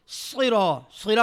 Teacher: سرا کو پڑھ لیا سیرا، غلط پڑھا، را کو موٹا نہیں کیا